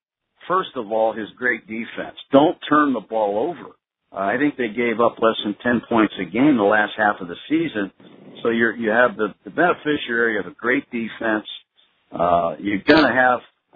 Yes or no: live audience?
no